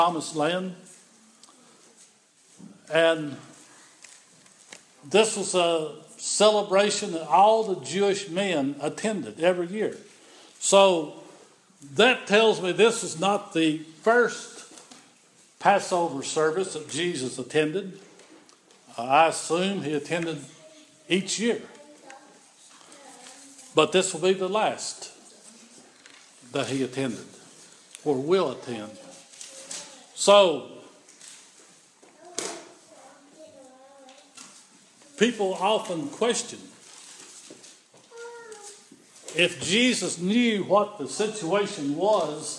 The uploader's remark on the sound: This is an audio recording of the Sunday worship service at Persia United Methodist Church in Rogersville, TN